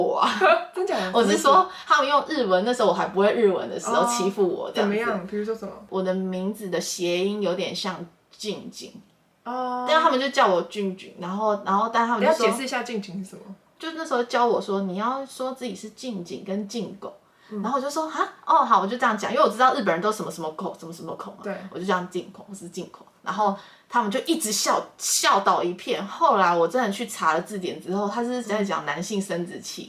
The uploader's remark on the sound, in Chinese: 錄音中被污泥貓一掌按到消音，只能使用相機檔，音質不佳請見諒!